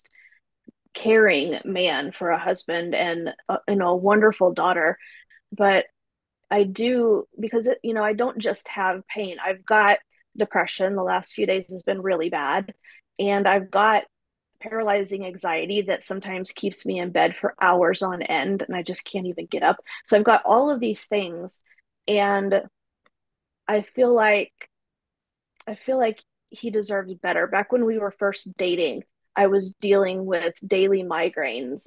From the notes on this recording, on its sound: Men's Monthly Zoom Call.